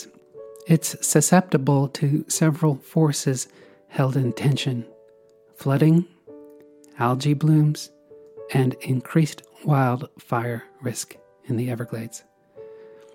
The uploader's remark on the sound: Season 2: Florida! Today’s Soundwalk was taken April 9th, 2022 on The Anhinga Trail in Everglades National Park. The Anhinga Trail meanders though a sawgrass marsh bustling with wildlife.